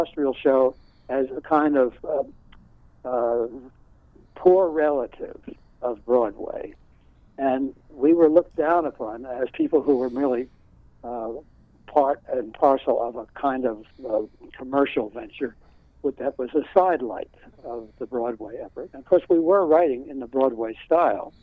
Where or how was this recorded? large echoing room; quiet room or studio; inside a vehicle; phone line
phone line